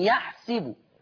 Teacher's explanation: وورش يا طبعا ما يقراش يحسب لحفص، حفص يفتح السين، أما ورش يقرأ الفعل حسب بكسر السين يحسب